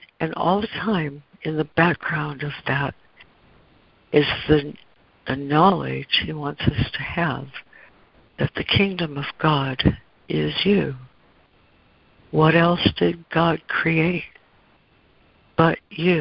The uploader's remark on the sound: ACIM Daily Conference Call